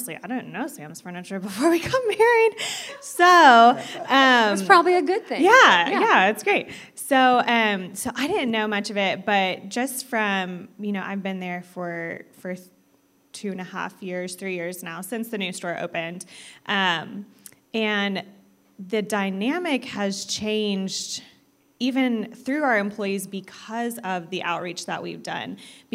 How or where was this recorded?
large echoing room